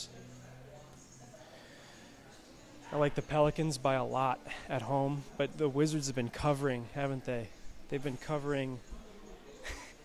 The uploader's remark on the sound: Live from Dimond Slice